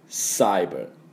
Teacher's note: ですね、でハッカーハッカーというふうに言わなきゃいけないし、なるべくこの音をちょっと入れて、寒い時の、手に息をかけるような音、これ H の音ですからね。だから、ハッカー。ハッカー。っていう風に言うと、綺麗な、ハッカーの発音にだいぶ違いますね。日本の音とはね。そこだけ要注意です。じゃあ、私の後について発音いきましょう。ハッカー。ハッカー。はい、いいと思います。それからですね、オンライン上の攻撃はですね、なんていうかというと、サイバーアタック。サイバーアタック。という風に言います。サイバーはですね、C-Y-B-E-R ですから、結構日本人の発音でもいけると思います。V とかじゃないんでね、まあ、 B の場合、唇を合わせてバッバッバッバッ、だからサイバー、サイバー。この C の音はあの S の音ですね。ですから、スと、鋭く空気を抜く、この音が必要です。スで、サイバー、サイバー。それに、アタック。最初のあの部分は半母音ですから、あ、財布忘れたというちょっとね、喉の奥であっていう時